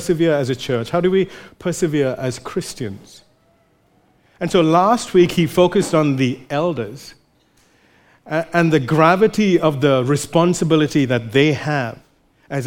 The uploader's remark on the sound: recorded live at Grace Community Bible Church